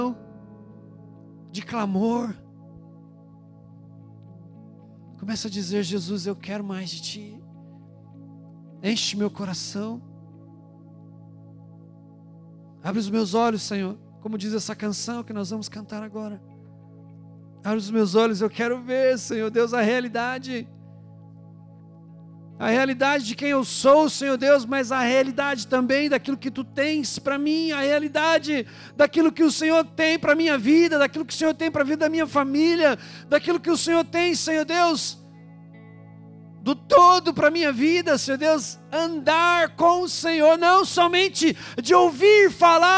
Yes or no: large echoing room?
yes